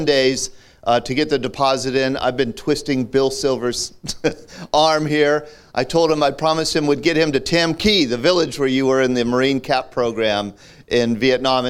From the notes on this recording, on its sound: VBC at Night | Beaver County. VBC presents a live evening of veterans storytelling in Beaver, Pennsylvania.